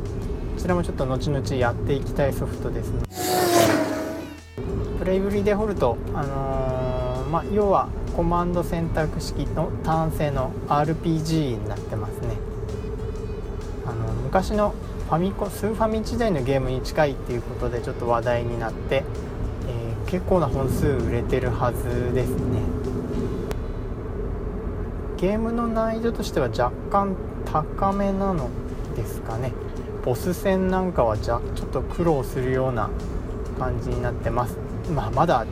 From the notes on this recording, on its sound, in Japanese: 運転中に録音してるので、内容がフラフラしたり、いろんな音が入ったりしていますが